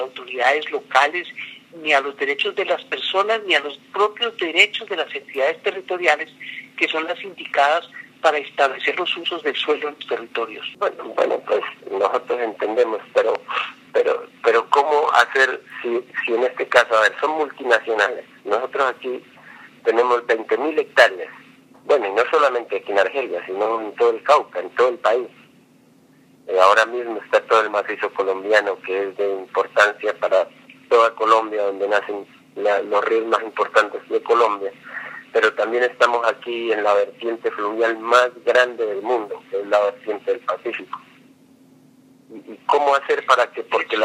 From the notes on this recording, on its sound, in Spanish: Editado con las grabaciones de las llamadas telefónicas que ciudadanos, registrados en #ElRetoDeLoS10Minutos, tuvieron con los candidatos a la Presidencia y a la Vicepresidencia.